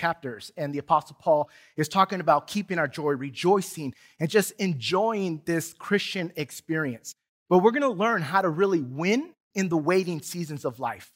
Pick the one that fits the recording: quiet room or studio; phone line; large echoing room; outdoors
large echoing room